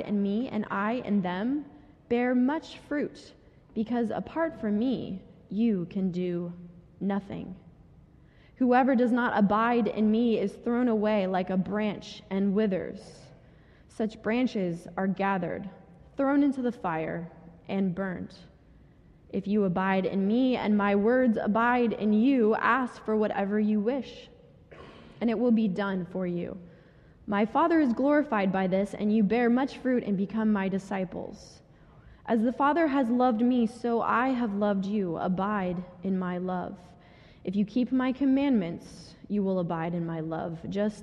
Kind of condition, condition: setting, large echoing room